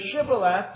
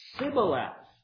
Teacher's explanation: The Ephraimites couldn't make the sh sound. So Shibboleth came out as Sibboleth. · Shown in: second take